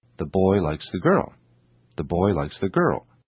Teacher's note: Did you notice how the articles are just small sounds linked to the nouns